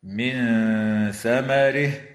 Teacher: تخفى النون الساكنة عند الثاء مع الغنة المرققة